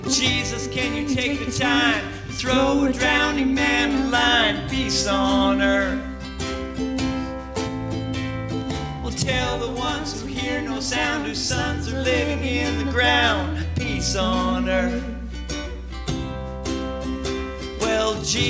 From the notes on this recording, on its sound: This is a live recording of our Christmas Presence event which took place on December 10, 2022